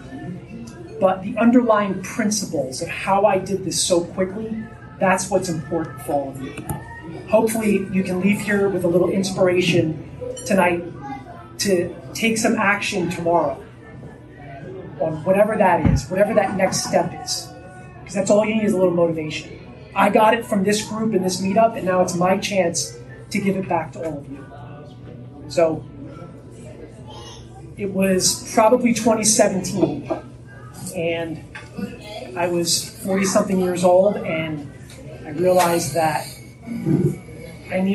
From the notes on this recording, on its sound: At an in-person real estate investor meet-up. This LIVE was recorded at a Real Estate Investor Meet-up Presentation.